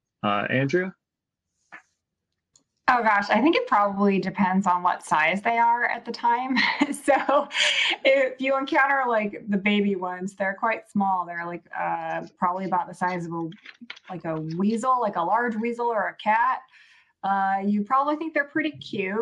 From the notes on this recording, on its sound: A panel from the TBRCon2024 all-virtual SF/F/H convention. TBRCon2024 Highlight: Writing Non-Human Characters.